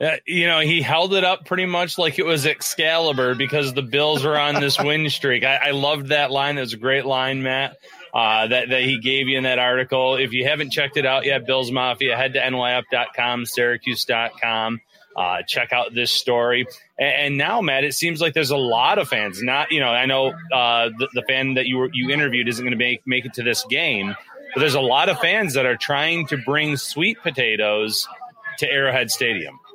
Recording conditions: busy venue